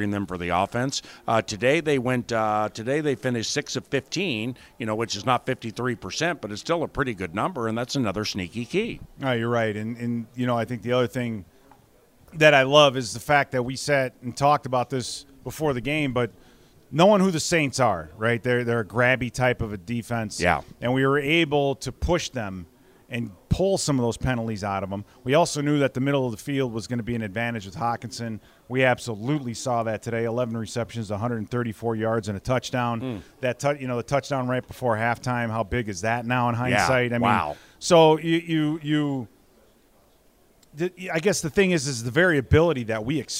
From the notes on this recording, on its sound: spoke to the media at the postgame press conference